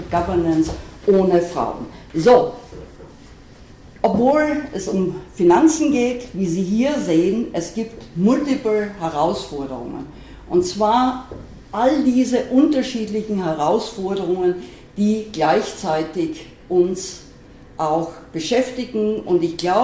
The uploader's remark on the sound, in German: LIVE-Mitschnitt des Vortrags. Universität Innsbruck.